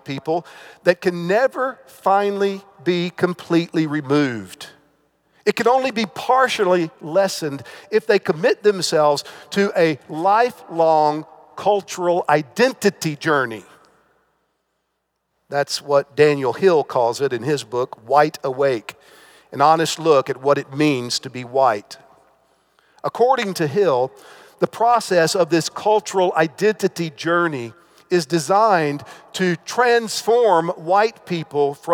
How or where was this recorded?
live audience